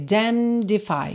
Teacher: Mas, praticamente, o N e o E, você vai esquecer deles. Então, você vai pro dam no M, né?